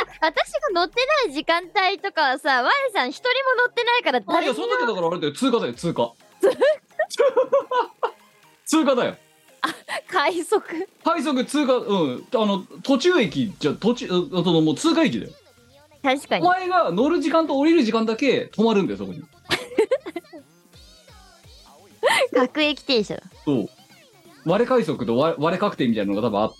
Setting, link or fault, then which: link, video call